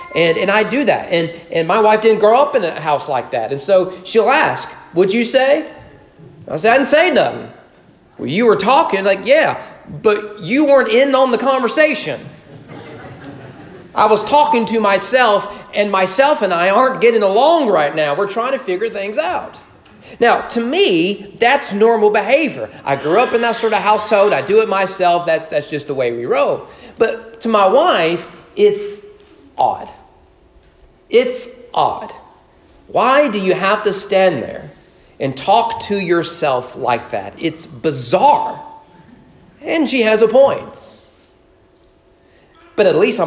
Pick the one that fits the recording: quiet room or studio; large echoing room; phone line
large echoing room